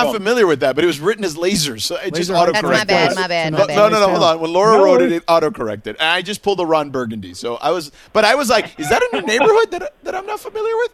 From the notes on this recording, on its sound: take phone calls